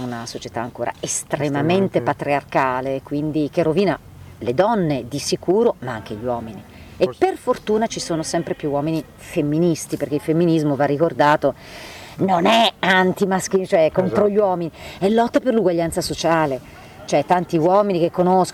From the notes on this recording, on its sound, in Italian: Altre tre interviste registrate ad Antiche Mura Teatro Festival